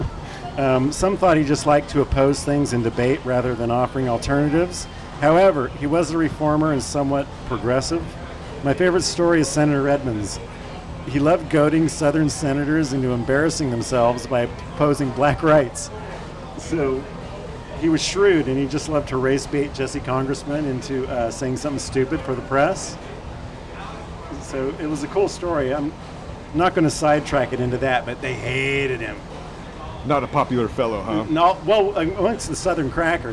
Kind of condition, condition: setting, busy venue